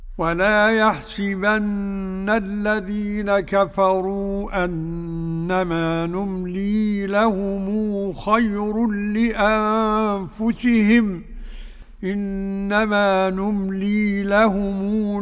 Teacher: برواية قالون بالصلة مع قصر المد المنفصل